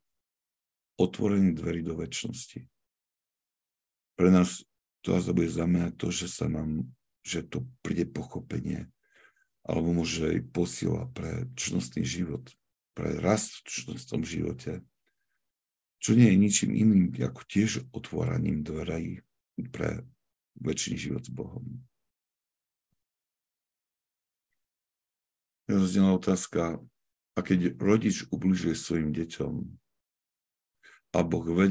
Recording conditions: video call